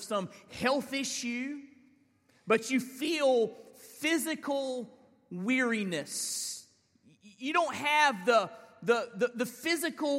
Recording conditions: large echoing room